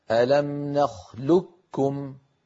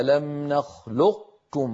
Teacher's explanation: فيطبقون على قاف ويجافون المخرج عن كاف · Shown in: second take · Term: صفة الاستعلاء